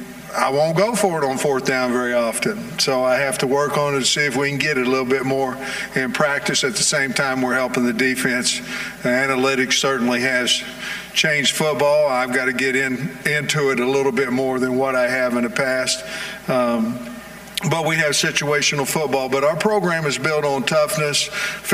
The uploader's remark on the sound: live from the Podium at SEC Media Days